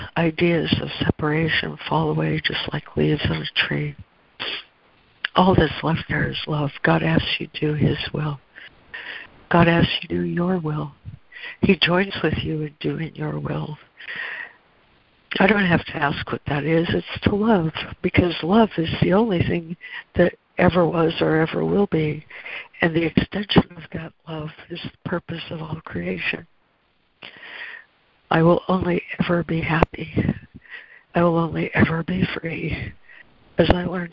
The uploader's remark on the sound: ACIM Daily Conference Call